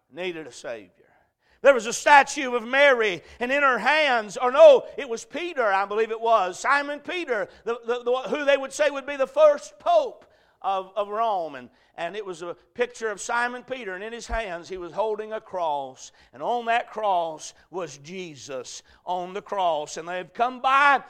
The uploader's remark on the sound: A message preached at Crossroads Baptist Church